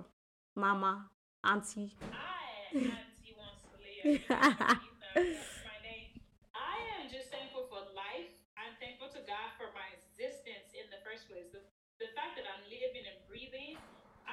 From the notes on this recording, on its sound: We truly apologise for the low audio quality.